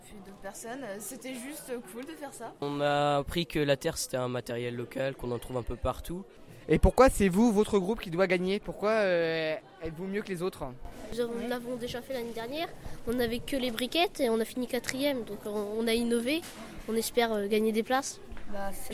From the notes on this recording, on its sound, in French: Emission du 28 mai, en direct des rencontres Ecolysciences 2015.